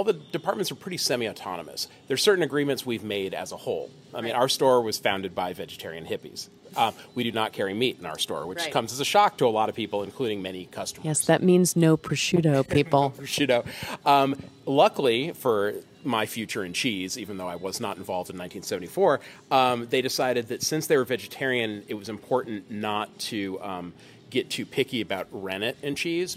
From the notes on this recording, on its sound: Amid the inspiring energy at this year's American Cheese Society conference.